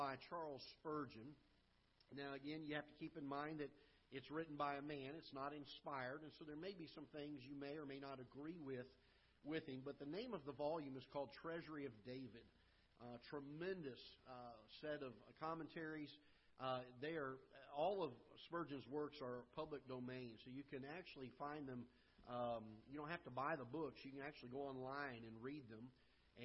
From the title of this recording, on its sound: Ketha Heights Baptist Church ~ Live Broadcast